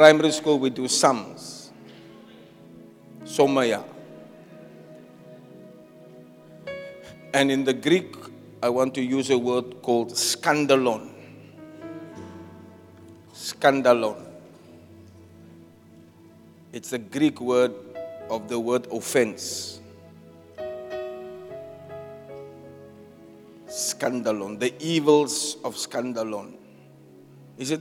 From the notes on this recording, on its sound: Preached at Zion Sanctuary, Cape Town